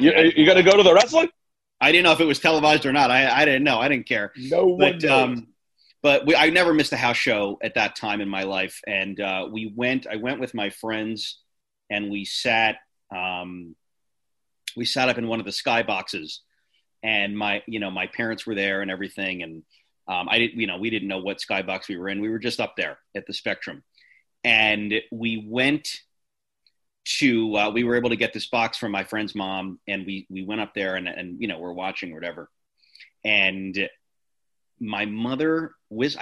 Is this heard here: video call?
yes